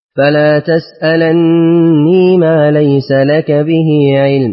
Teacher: وقرأ ورش وأبو عمرو بإثبات الياء هنا في هود. أقرأ لورش: فلا تسألني ما ليس لك به علم.